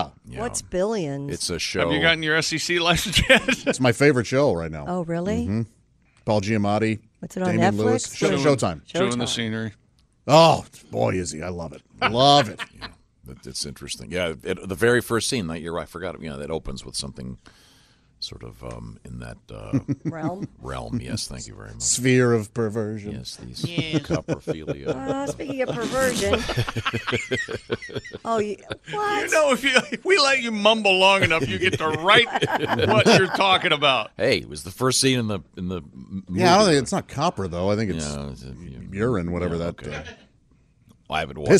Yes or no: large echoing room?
no